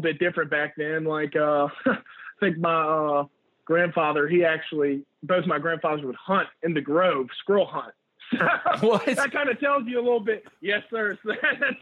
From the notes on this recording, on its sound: on the Modern Woodmen phone line